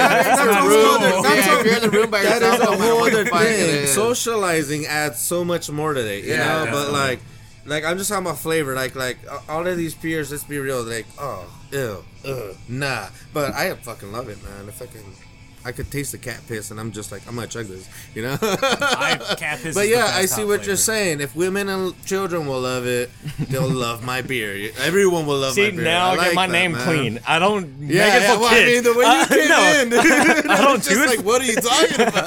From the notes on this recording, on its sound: we sit down in the beer garden at the Alvarado Street production facility